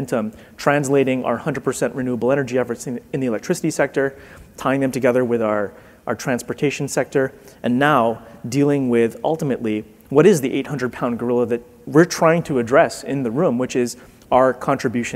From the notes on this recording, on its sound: The best of live interviews from GreenBiz events.